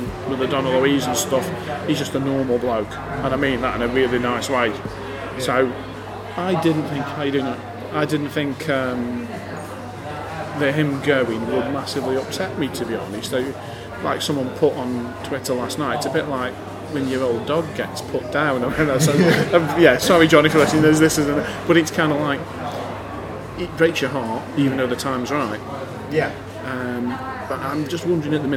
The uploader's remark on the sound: I went to the excellent Glebe pub. As you might expect with the interview being recorded in a pub on a Saturday night, there’s a fair bit of background noise.